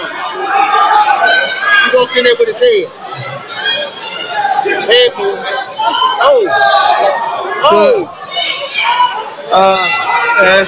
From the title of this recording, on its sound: LIVE AT JETER PROMOTIONS (LIVE ! PRO BOXING AT MARYLAND LIVE HOTEL AND CASINO)